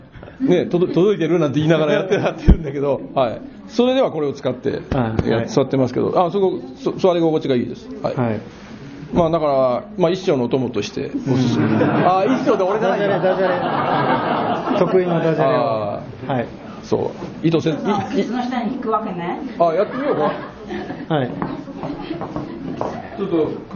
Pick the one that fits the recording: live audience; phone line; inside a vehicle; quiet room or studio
live audience